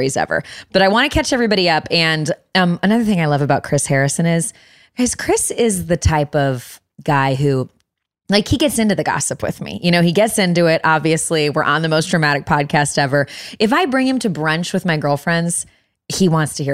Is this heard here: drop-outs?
no